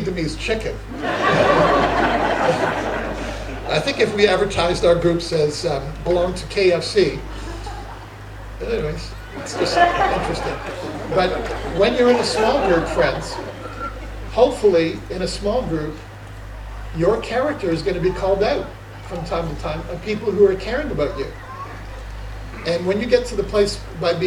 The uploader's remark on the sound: Summer Conference 2023 - Session 2